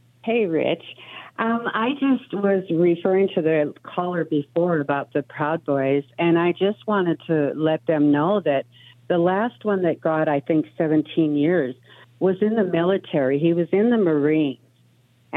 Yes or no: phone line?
yes